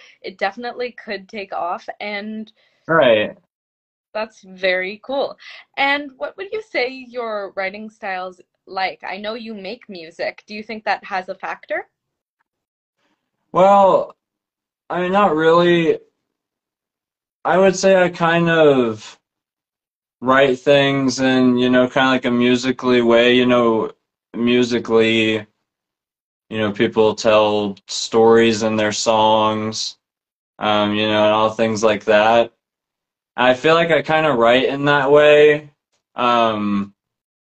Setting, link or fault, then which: link, video call